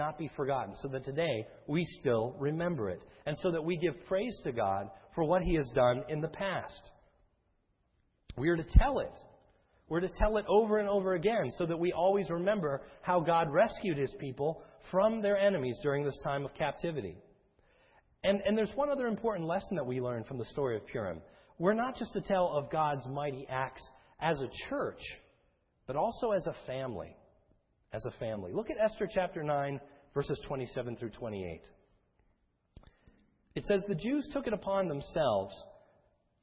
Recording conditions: large echoing room